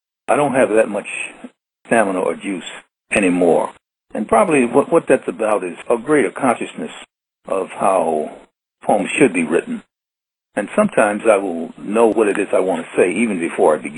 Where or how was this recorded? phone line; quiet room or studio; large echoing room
phone line